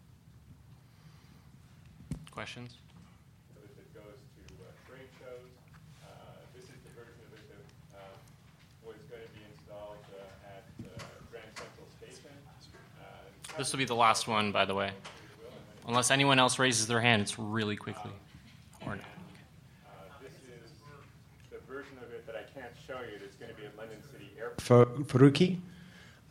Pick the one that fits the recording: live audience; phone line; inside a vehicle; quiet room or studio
live audience